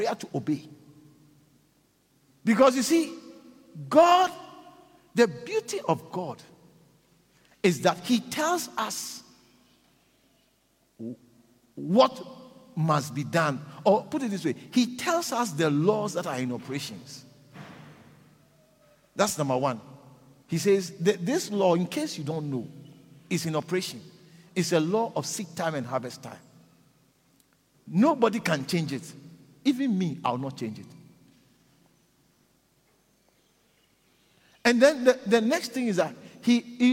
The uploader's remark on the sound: Preached at the Living Waters Cathedral in Randburg.